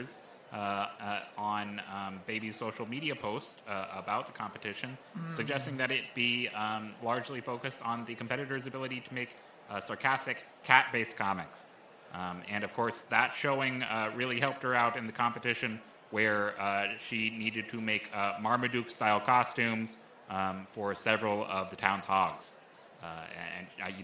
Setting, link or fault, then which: setting, busy venue